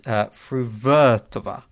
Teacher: with the stress on the second syllable, the to being short like toggle, and the var being long like the var in Jamie Vardy